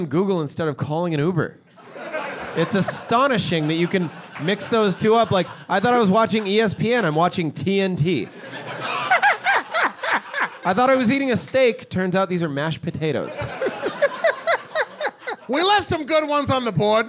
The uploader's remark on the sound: This episode was recorded live at The 10,000 Laughs Comedy Festival in Minneapolis, Minnesota.